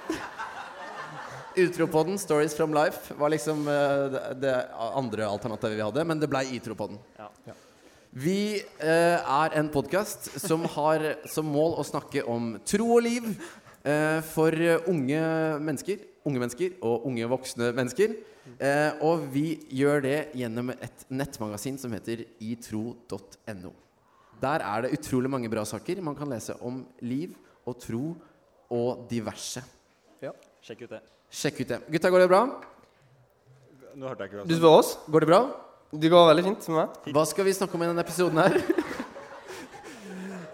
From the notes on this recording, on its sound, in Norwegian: LIVEPOD fra UL: festival spesial. Første episode av sesong 3 er intet mindre enn live-podden fra UL i sommer.